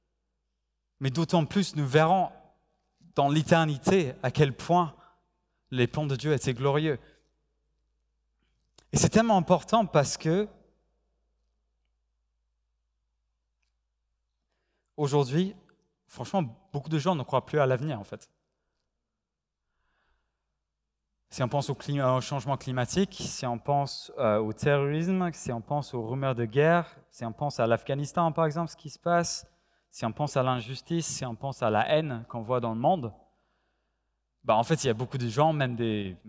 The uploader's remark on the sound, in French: Enregistré à l'église CVV, le 05/09/2021